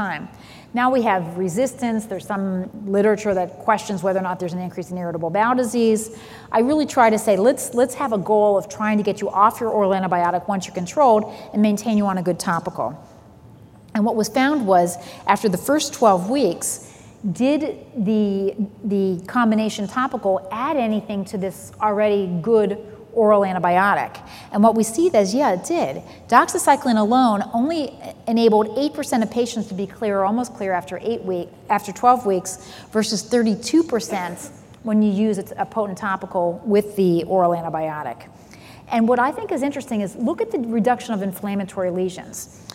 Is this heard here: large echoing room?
yes